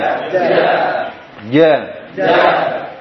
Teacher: Tengah lidah dengan langit-langit. Sifatnya jahar, syiddah, istifad.